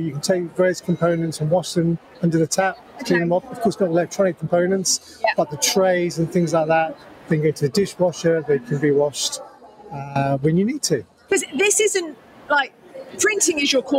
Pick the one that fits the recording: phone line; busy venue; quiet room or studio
busy venue